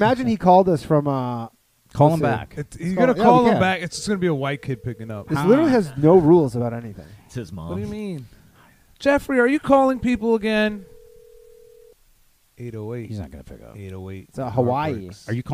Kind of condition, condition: link, phone line